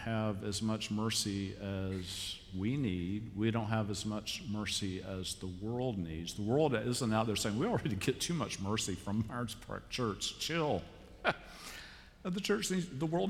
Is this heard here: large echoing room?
yes